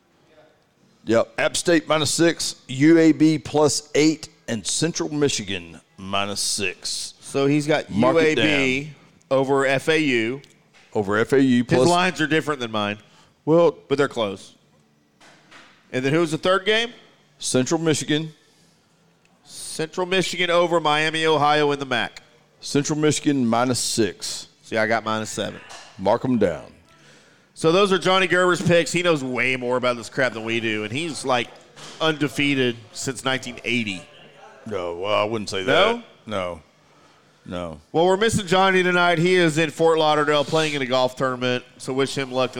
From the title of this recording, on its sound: LIVE from Barrel & Bones in The Colony for Whiskey Wednesday!